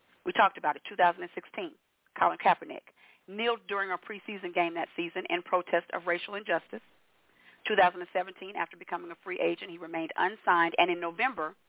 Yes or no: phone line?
yes